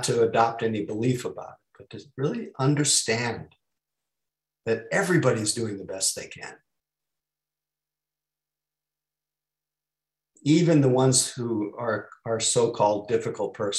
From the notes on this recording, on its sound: (Mission Dharma) Recorded Zoom Session.